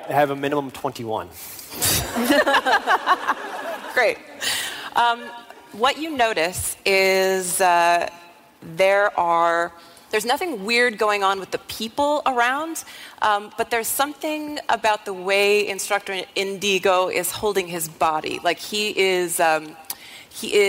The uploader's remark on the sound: special episode live from PAX East 2019